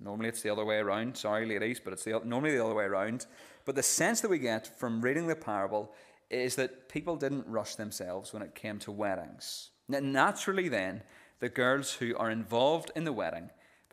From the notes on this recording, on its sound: This is the recording of the Bible reading and sermon from our evening service on Sunday 2nd July 2023.